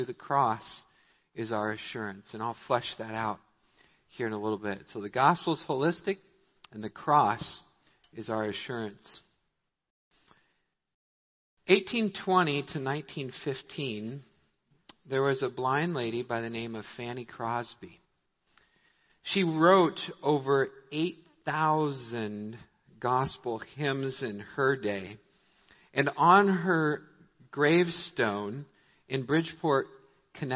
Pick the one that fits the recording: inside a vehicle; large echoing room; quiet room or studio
large echoing room